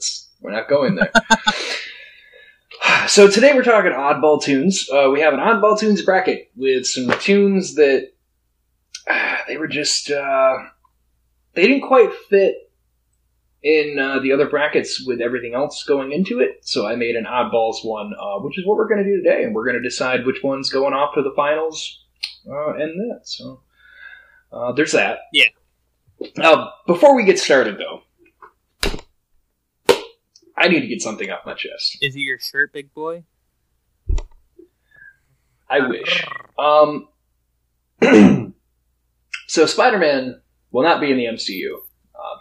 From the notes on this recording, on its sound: Which we do apologize for a shakier audio today. Were having some tech issues with the episode.